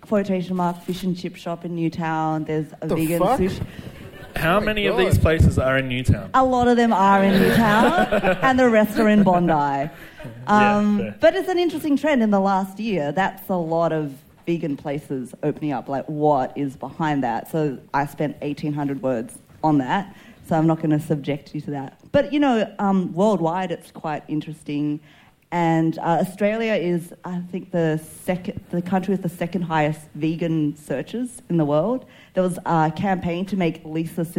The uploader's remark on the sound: Live From The MCA. We recorded a live episode in front of an audience at the MCA Artbar at the end of April. Get heckled by the audience for swearing too much.